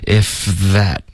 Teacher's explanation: OK,这个 if that 这一段你要注意 f 的音跟 z 的音两个都是摩擦音，你要直接从一个音滑到另一个